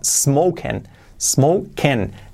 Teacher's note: La I como una E, letra clave, y la G casi no se pronuncia